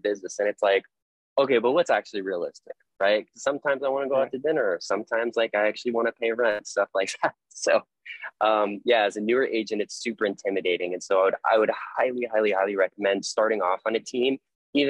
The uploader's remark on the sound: With eXp Realty out of California and we recorded a live webinar. Link to my equipment: Microphone - Phone Tripod.